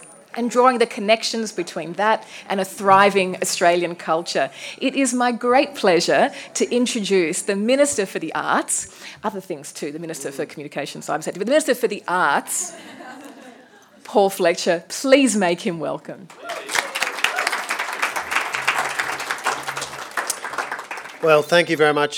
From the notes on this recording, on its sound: Recorded live at the launch of Arts Day on the Hill and the inauguration of the Parliamentary Friendship Group for Contemporary Arts and Culture.